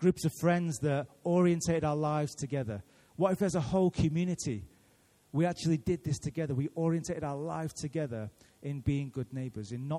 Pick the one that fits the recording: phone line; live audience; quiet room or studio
live audience